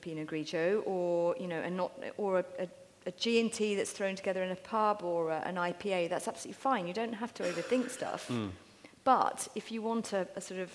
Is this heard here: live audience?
yes